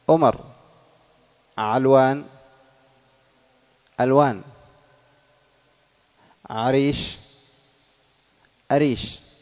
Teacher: في بعض اللهجات الهمزة ينطقونها عينا، والعين ينطقونها همزة · Term: الإبدال